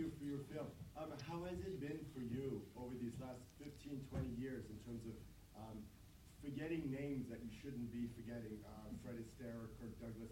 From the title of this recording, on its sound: IDFA Q&A 21 November 2016